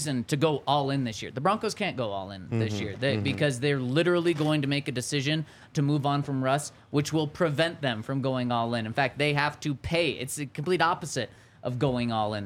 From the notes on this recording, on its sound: LIVE from the DNVR Bar.